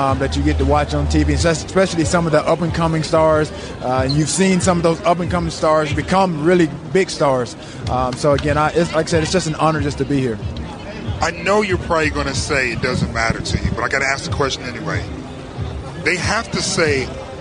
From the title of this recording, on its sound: Live From The Red Carpet!